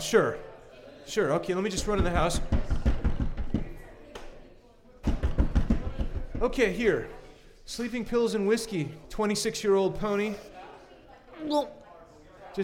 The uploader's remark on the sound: Recorded live at 50 Mason Social House.